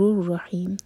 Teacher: رحیم میم پر سکون کر کے رکیں گے تو ہی چار حرف کا لمبا، یہ مد عارض لسکون